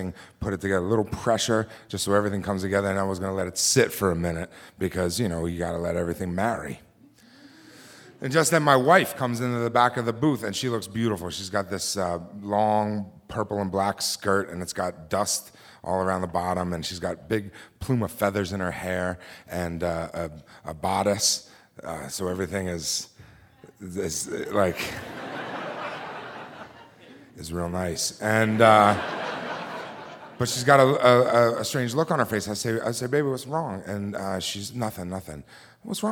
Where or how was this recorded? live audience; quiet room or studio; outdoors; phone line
live audience